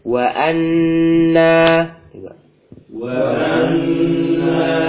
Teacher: Jadi suara huruf nun yang bertasdid dimasukkan ke rongga hidung. Dan gunnahnya akmal.